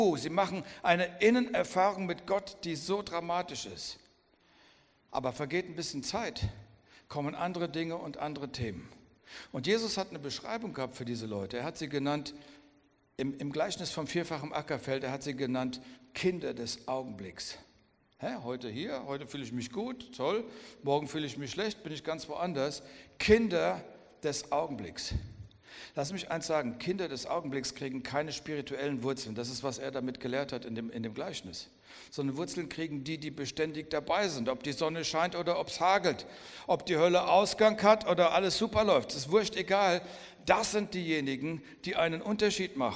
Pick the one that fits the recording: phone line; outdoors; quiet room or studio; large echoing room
large echoing room